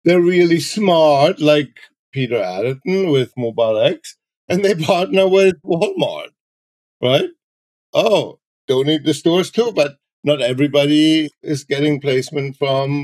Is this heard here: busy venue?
no